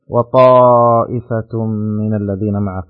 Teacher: مد متصل واجب، يمد 4 حركات أو 5 حركات